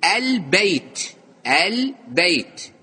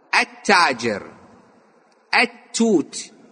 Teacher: الهمزة والباء حرفان قمريان اللام تظهر وياهم، بينما التاء حرف شمسي